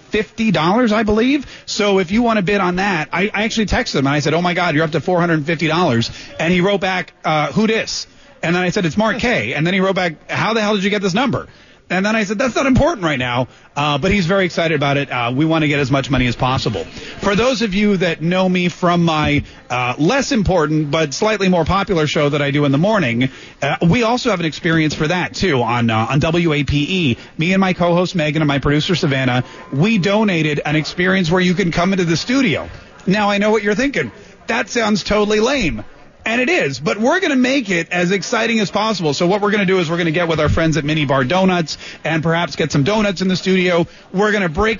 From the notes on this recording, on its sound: live at the 4th Annual Care-A-Thon.